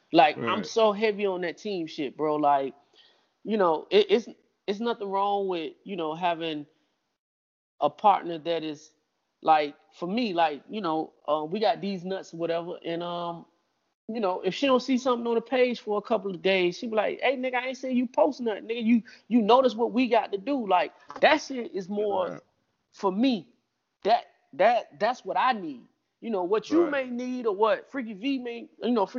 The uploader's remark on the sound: We apologize for the audio quality. We're still working out the issues of our new format.